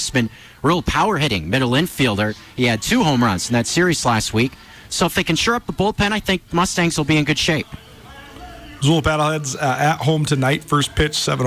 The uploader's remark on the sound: joins the show live from Ogren Park